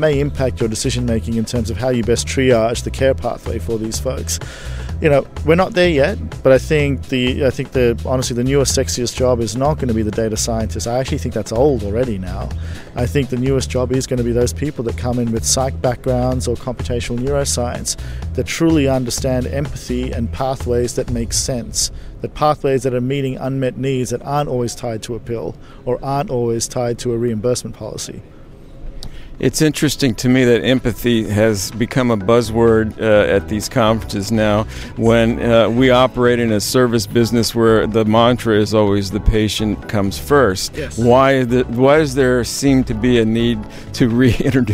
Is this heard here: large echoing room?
no